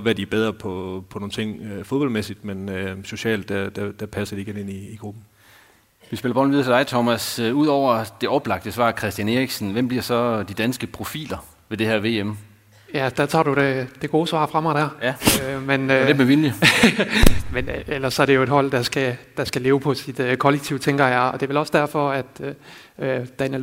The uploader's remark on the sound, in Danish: Som blev optaget direkte på scenen i Arena Nord i forbindelse med, uddelingen af Den NORDJYSKE idrætspris.